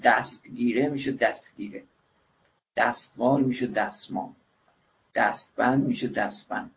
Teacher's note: یعنی دو همخان پایانی یک هجا با همخان آغازین هجای بعدی کنار هم قرار میگیرن. مخصوصا موقعی که هجای قبلی به ت یا د ختم میشه، ت یا د حذف میشه